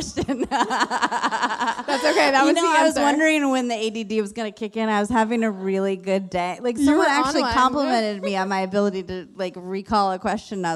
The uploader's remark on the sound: Live from the WorkParty Tour